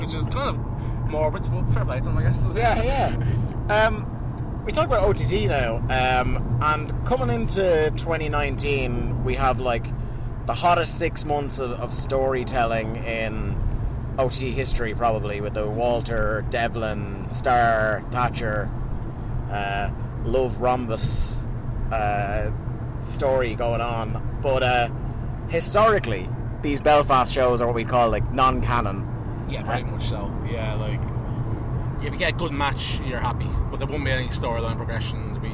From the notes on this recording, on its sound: Recorded in a car somewhere in deepest darkest Monaghan.